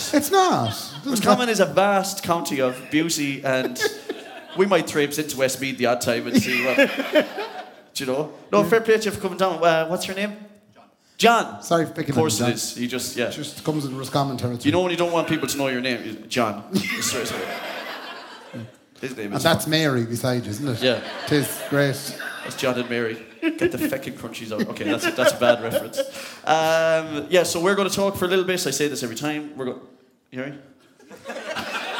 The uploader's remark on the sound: live at Andersons